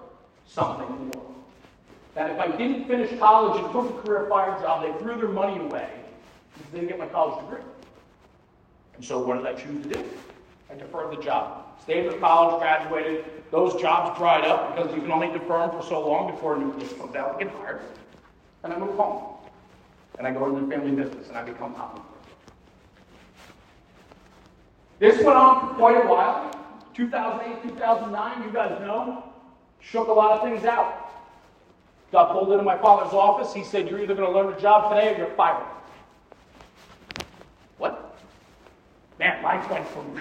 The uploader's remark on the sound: This keynote was given at the FEMSA FAMA conference in New Orleans in September 2023.